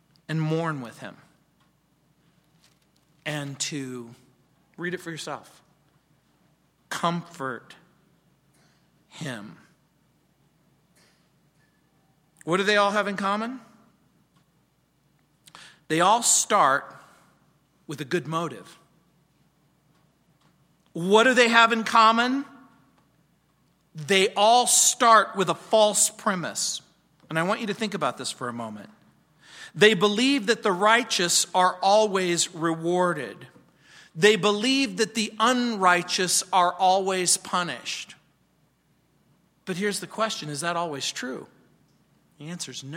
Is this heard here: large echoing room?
yes